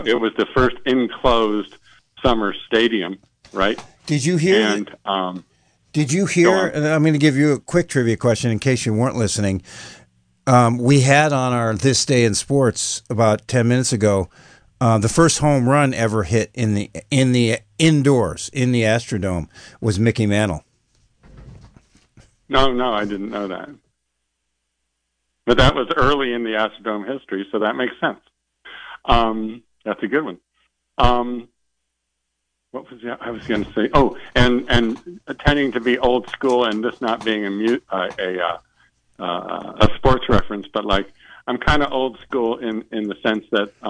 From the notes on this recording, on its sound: an hour of community call ins